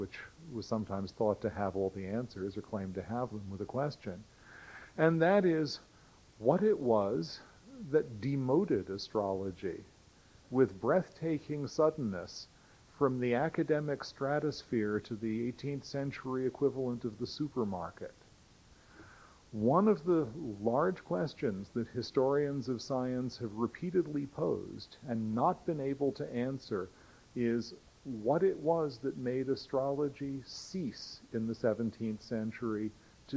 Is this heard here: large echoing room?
yes